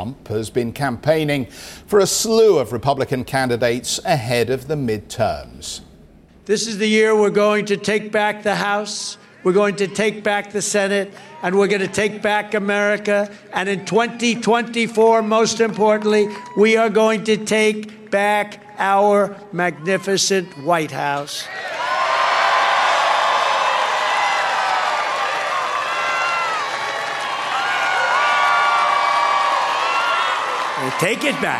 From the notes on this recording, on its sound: We are also live at COP27 in Sharm El-Sheikh